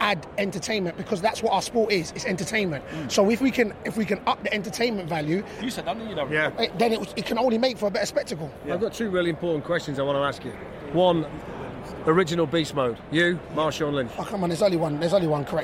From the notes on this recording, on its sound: LIVE FROM ATLANTA WITH MANY MANY GUESTS. Walk Radio Row. Suck in the sights and sounds of the Super Bowl in Atlanta.